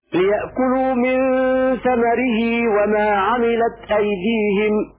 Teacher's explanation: هكذا بحذف هاء الضمير. وقرأ حفص بإثباتها.